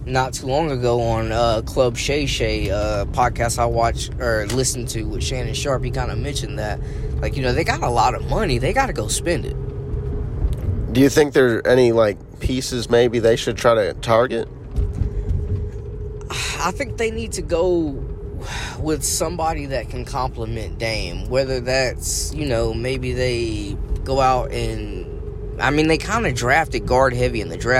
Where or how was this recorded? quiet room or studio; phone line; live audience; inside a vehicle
inside a vehicle